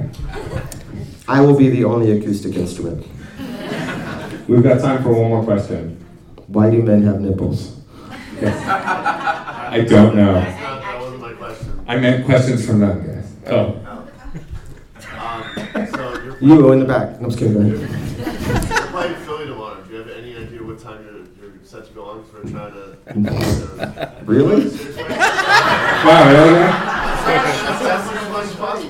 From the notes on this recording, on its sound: The panel took place at Dark Side Of The Con 3, presented by VampireFreaks. The con crowd’s great questions.